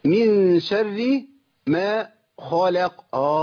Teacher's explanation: تفخيم الراء هنا مش مقبول لان الراء هنا مشدده بالكسر. يبقى الاثنين ايه في حال ترقيق.